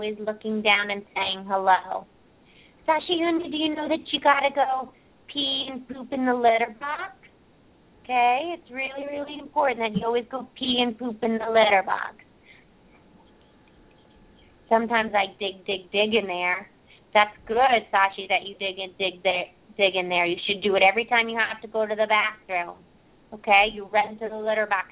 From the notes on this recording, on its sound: open up the lines for listeners to call in to ask questions